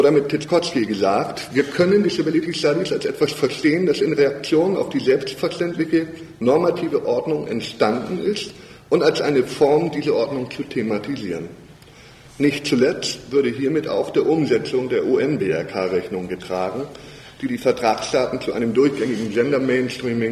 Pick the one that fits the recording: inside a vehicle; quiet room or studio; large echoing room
large echoing room